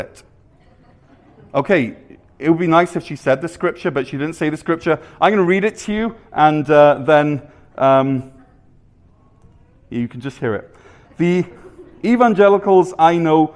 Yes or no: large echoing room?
yes